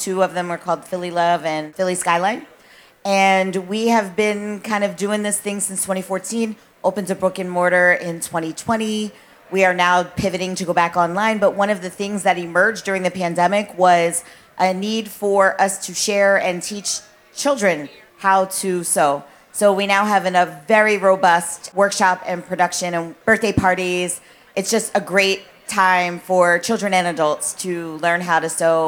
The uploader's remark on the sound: Live from the Roots Picnic. Live on the Roots Picnic podcast stage.